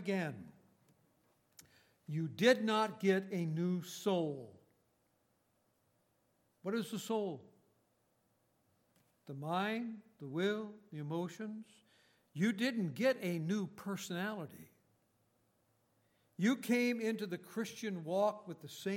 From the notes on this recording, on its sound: Recorded on October 28, 2018, at Grace Bible Fellowship in Front Royal, VA.